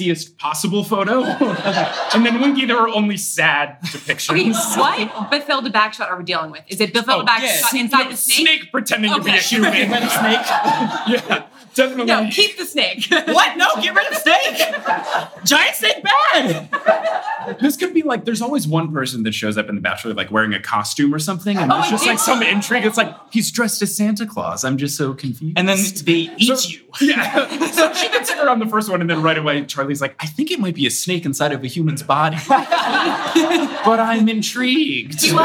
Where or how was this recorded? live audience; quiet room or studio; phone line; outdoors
live audience